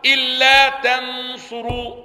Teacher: إن لا فأدغمت النون في اللام